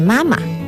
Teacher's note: So the second tone is actually a light tone.